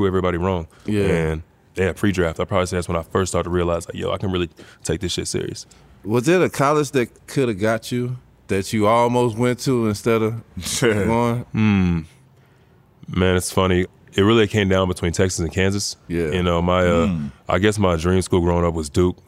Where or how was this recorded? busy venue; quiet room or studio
busy venue